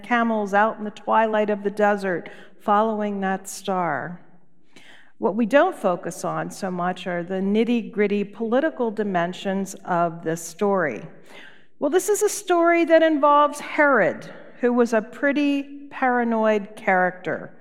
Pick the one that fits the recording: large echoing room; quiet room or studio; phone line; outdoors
large echoing room